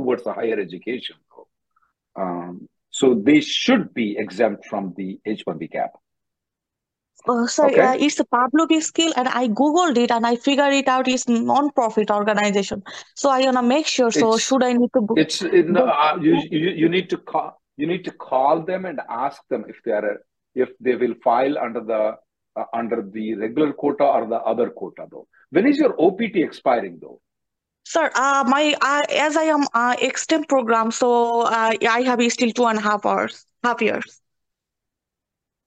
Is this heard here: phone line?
yes